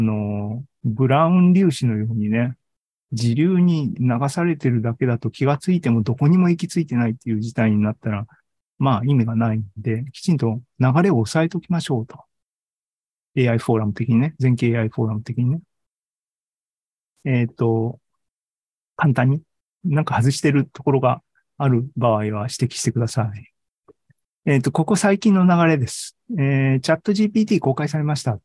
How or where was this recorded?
video call